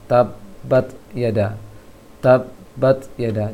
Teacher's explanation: huruf ta itu adalah belakang gigi atas atau pangkal gigi atas.